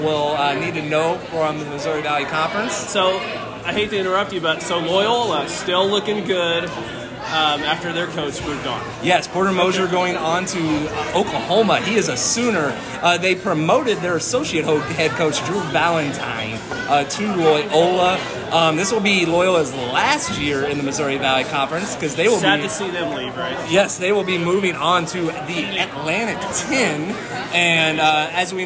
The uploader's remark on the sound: On location in Normal, IL from Medici’s.